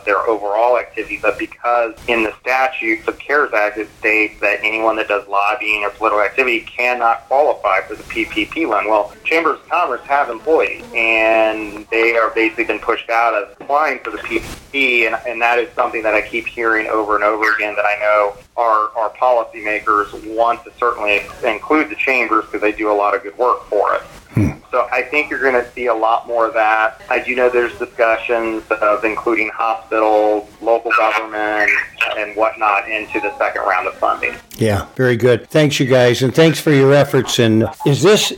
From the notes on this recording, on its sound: Excerpts from SBA Phone Conference. Shared here are excerpts of SBA's presentation and press questions.